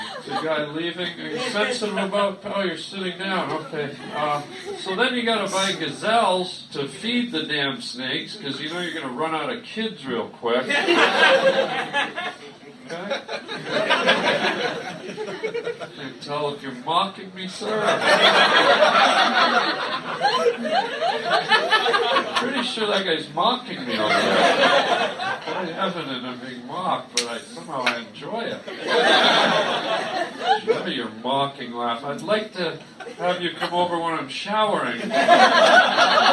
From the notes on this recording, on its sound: live stand up show in the attic of a Chinese diner